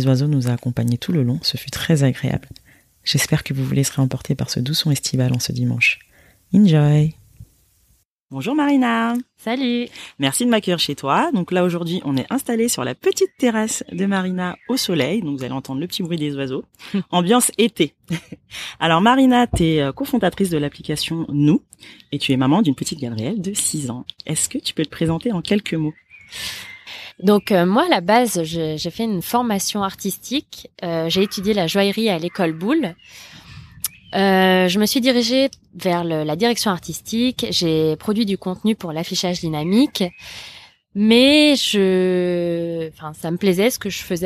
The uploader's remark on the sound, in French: J’ai enregistré cet épisode sous une belle matinée de juillet ensoleillée, sur la terrasse. Le chant des oiseaux nous a accompagné tout le long, ce fut très agréable !